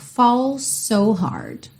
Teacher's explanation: falls termina em S, so começa em S e você ouve um S só.